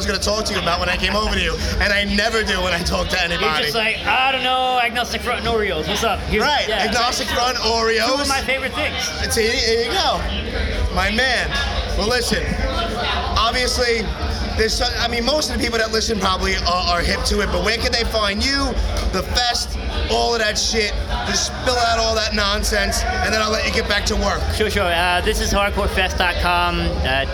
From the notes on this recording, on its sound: Live from This Is Hardcore 2019.